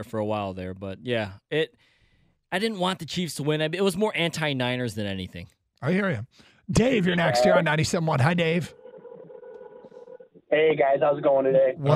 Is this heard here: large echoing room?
no